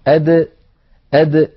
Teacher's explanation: هذا الحرف عندما تنطقه العرب فإنهم يحبسون النفس، أد، يعني مثلا نقول الداخل مثلا أو الداخل أو أد، فنجد بأن الصوت النفس قد انحبس تماما، وكذلك الصوت. فالدال ينحبس عند النطق بها النفس فهي حرف مجهور، والصوت فهي حرف شديد. ينحبس النفس لأنها ليست من حروف خص ضغط قض، أو عفوا من حروف فحثه شخص سكت، ولا وهي حرف شديد لأنها من حروف أجد قط بكت.